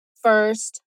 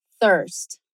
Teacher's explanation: para um, você está usando o dente e o lábio, e para o outro é a língua no meio dos dentes